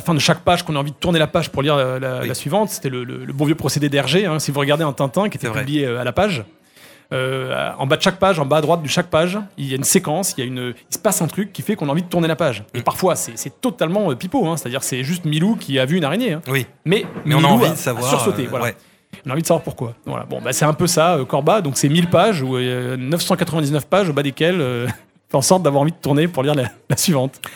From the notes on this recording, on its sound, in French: Sur les radios de la FRAMA en direct du salon du livre samedi 1er octobre 2022.